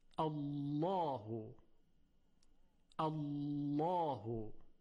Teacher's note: لام تفخیم میشه و با صدای درشت تلفظ میشه. خب البته تحت شرایطی، شرایط اون این هست که قبل از لام لفظ الله فتحه یا ضمه باشد.